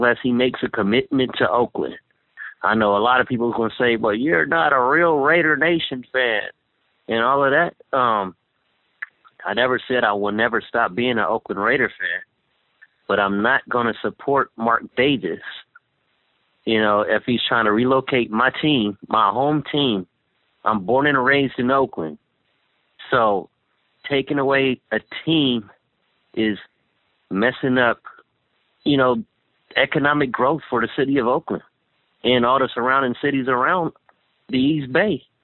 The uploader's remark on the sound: Raider Nation “Boneline” Call-in Segment.